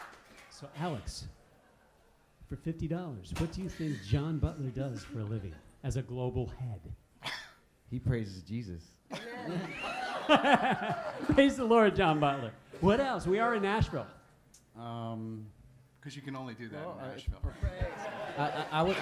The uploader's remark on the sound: In this live episode recorded in Nashville at Music Biz 2018, a panel of industry vets.